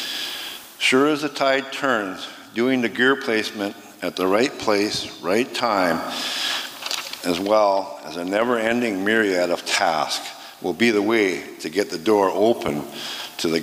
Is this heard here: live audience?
yes